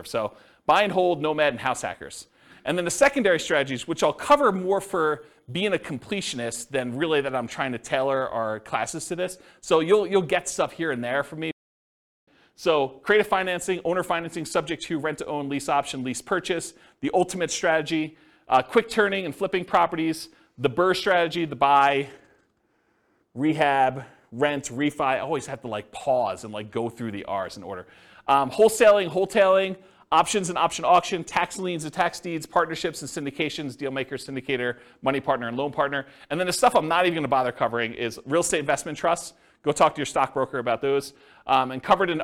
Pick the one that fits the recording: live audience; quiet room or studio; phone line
live audience